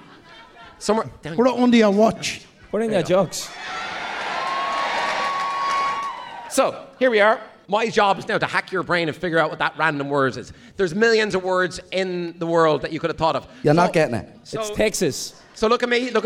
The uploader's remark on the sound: Our biggest ever live show! We packed out the National Stadium for our show.